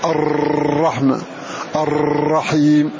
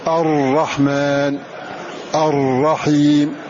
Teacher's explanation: يلصق رأس لسانه بمخرجها مرة واحدة ولا يرتعد لسانه عند النطق بها · Shown in: second take